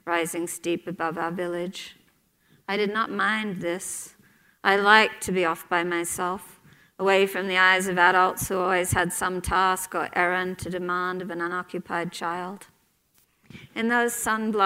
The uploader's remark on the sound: Onstage for a lecture series held by Aspen Words, the literary organization of The Aspen Institute.